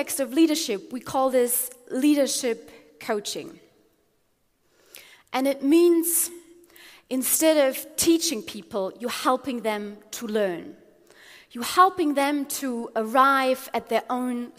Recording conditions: live audience